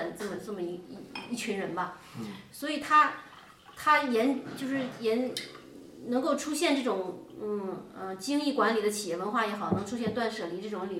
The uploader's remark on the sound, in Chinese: 四位主播在德国新的一轮lockdown之前又有机会聚在了一起。作为两家都有两个小娃的家庭，本期音频因为是带着娃录制，里面有大量小朋友的背景音。